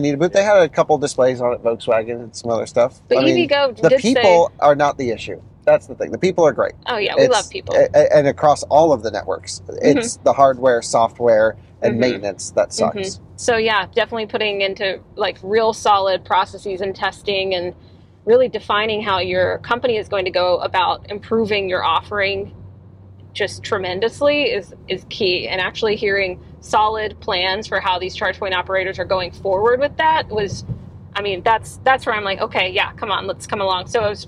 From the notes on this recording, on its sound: They call in from Interstate 10 in Los Angeles, California